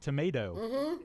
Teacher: There's no T. It's a D, right? Tomato. It's a D. · Term: flapping